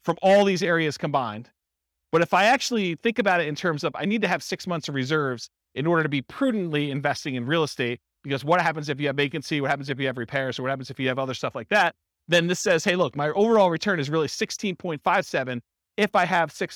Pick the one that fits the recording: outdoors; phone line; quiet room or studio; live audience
live audience